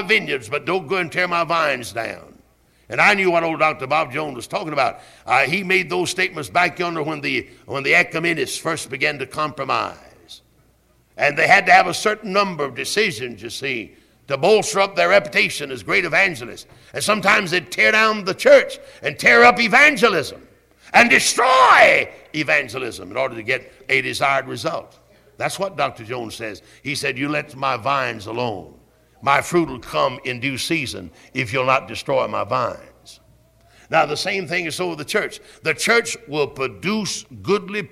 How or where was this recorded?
large echoing room